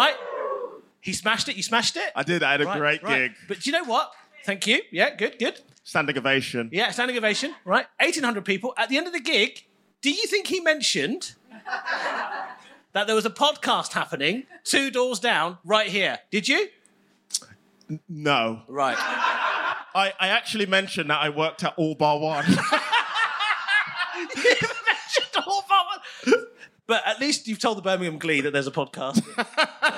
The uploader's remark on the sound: Live in London. This episode was recorded LIVE at Just for Laughs London.